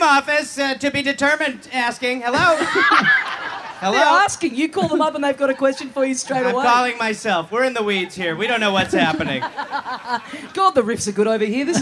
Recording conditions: live audience